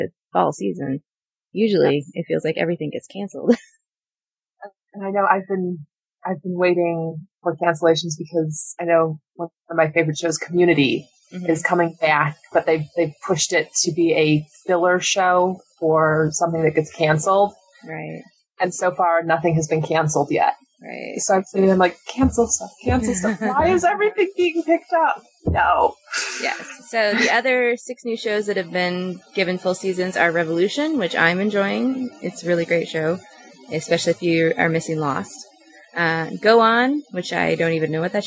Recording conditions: poor sound quality